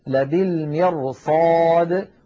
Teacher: الحالة الثامنة أن تكون الراء ساكنة وقبلها مكسور وبعدها حرف استعلاء غير مكسور · Term: تفخيم الراء